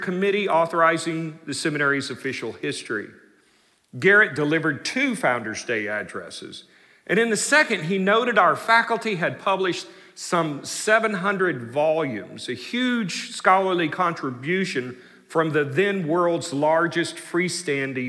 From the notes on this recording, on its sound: delivered the Founder’s Day Address in #SWBTSChapel on March 9, 2023.